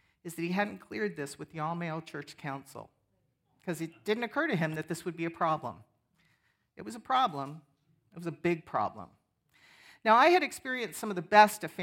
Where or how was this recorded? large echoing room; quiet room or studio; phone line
large echoing room